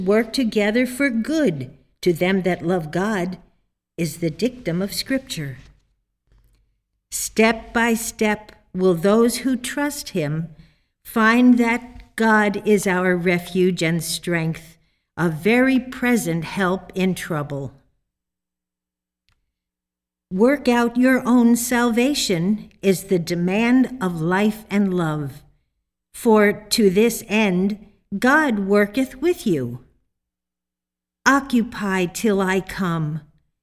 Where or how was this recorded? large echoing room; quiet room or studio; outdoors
large echoing room